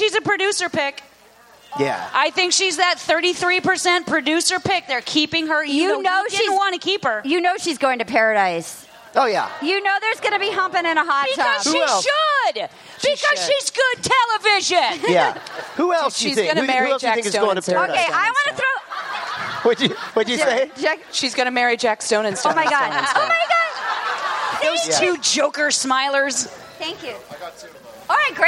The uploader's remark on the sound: The gang's all in San Fransisco live from Cobb's Comedy Club at San Fransisco Sketchfest!